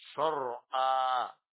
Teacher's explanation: A-nya ditahan saja. Tidak ditanwin.